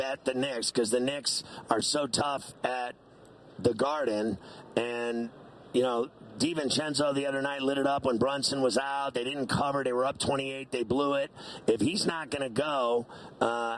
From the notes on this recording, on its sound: Live from Radio Row in Las Vegas as he prepares for Super Bowl LVIII!